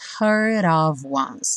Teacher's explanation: Aqui a gente liga o heard no of, e o D do heard virou rarara, então heard of, e o of, som de V, né, nesse of a gente já viu, juntando com once.